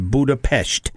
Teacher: you have to do an SH sound and not an S